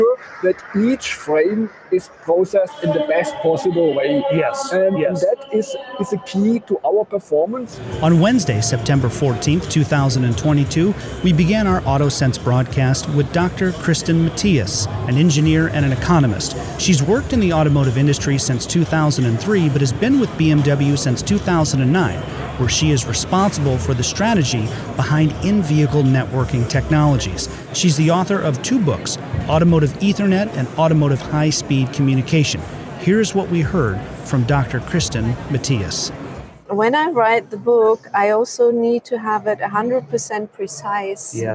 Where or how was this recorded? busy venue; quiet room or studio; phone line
busy venue